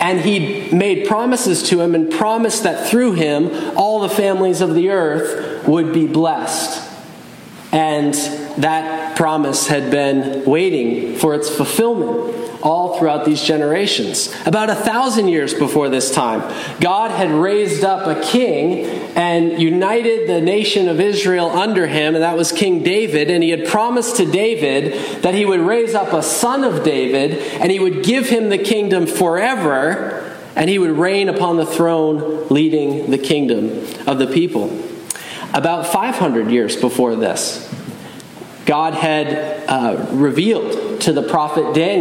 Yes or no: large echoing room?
yes